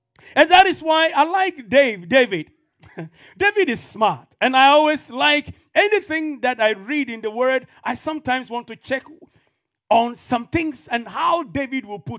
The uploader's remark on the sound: This podcast is a live recording of a Sunday Service that took place on the 13th of November 2022.